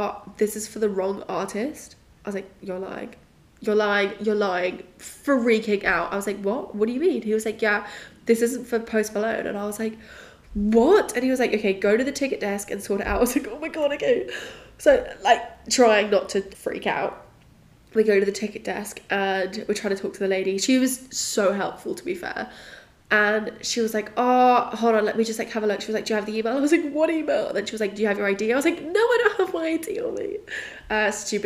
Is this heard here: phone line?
no